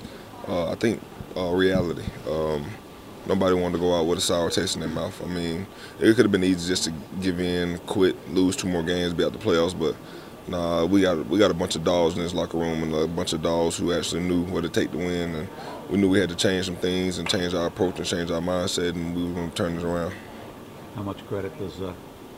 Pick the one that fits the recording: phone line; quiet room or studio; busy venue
busy venue